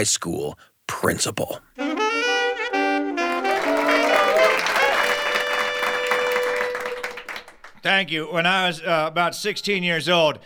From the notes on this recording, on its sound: Tells a tall tale with our live studio audience about his high school days. Recorded right in our own Apple Seed studio.